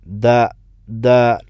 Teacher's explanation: അഥവാ ദാൽ എന്നുള്ളത് ഷദീദായിട്ടുള്ള സിഫത്താണ്. ഷദീദും ജഹറും, അഥവാ ശബ്ദം പിടിച്ചു വെച്ചുകൊണ്ട്, ശ്വാസം പിടിച്ചു വെച്ചുകൊണ്ട് ആ ഉച്ചരിക്കുന്ന അക്ഷരമാണ് ദാൽ